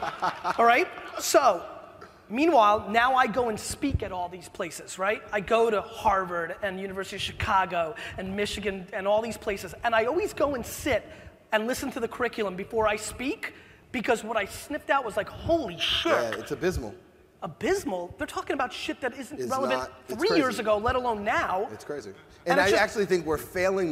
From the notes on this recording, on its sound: Keynote in San Francisco - 2013. Is a throwback keynote/fireside chat I gave in San Francisco in 2013!